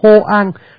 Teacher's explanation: Và nhất là đừng ngứa bỏ hoang, nó lại không thành hoang mà nó thành hô an, nó thành cái chữ o nó biến thành chữ ô hô an, nghe rất là khó chịu